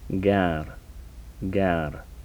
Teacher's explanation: These are the velar stops